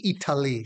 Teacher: You didn't pronounce the T.